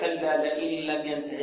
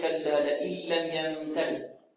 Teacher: اللام لا تخرج من الخيشوم أو ليس فيها صوت من الخيشوم · Shown in: second take · فهذا خطأ. يقول هكذا كلا لئن لم ينتهي خطأ، بل يقول بل صحيح كلا لئن لم ينتهي. · Term: لام خالصة